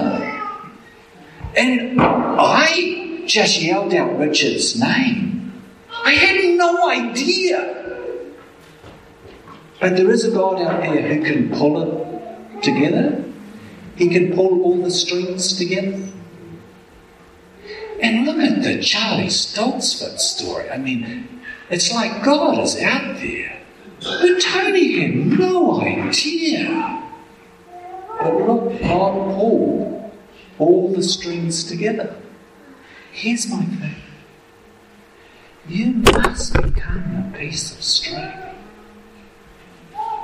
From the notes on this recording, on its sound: Apologies for the audio quality...